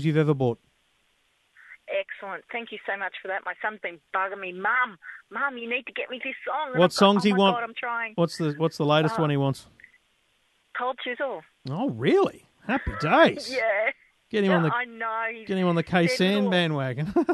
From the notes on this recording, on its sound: Your calls on Technology.